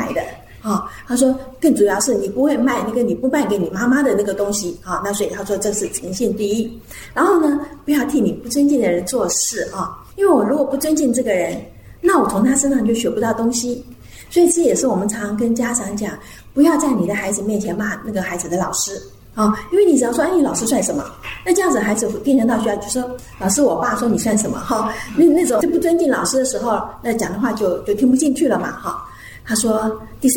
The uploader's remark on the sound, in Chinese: 專題講座現場錄音